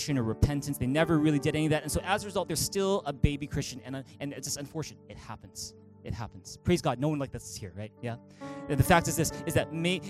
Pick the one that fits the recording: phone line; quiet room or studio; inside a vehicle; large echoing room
large echoing room